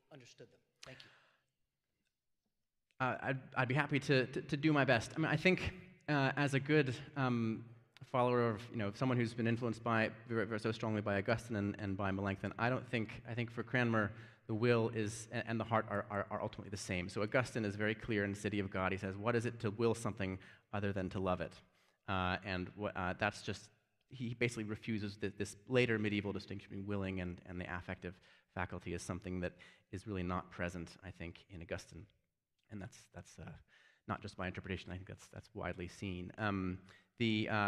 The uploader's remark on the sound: Given at Beeson Divinity School in Birmingham, AL. First annual lecture in Reformation Anglicanism.